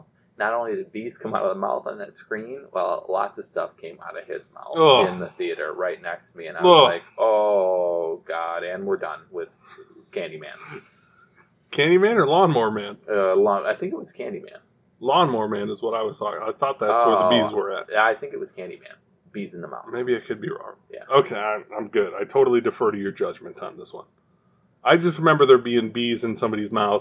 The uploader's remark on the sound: Our audio is not the greatest over the last 2 episodes.